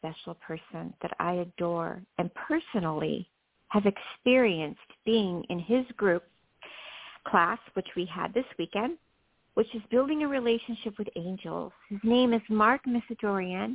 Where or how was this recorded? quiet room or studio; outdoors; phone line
phone line